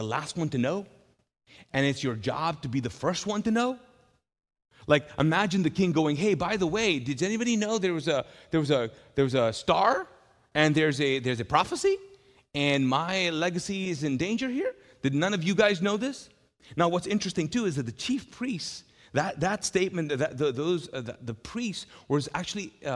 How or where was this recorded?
large echoing room